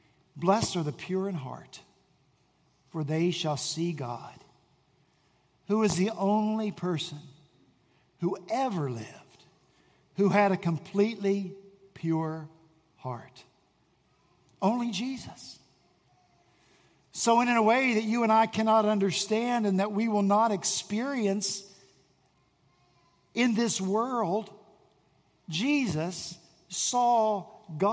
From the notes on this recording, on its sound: At Redeemer Presbyterian Church in Charleston, SC